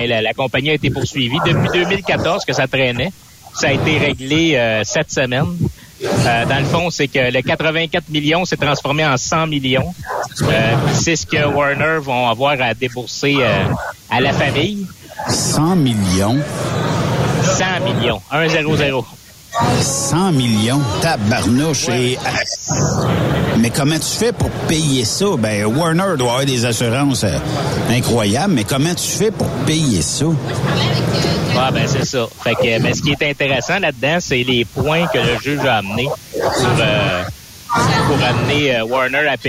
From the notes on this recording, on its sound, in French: 25 Mai 2023 EXPOCAM. Aujoud’hui nous sommes en direct de l’expocam 2023 à Saint-Hyacinthe!